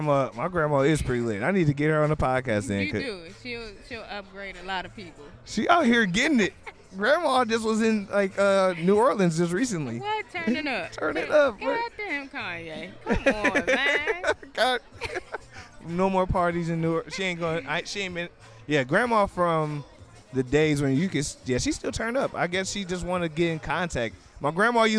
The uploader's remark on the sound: Live From Sweet Auburn Avenue Cypher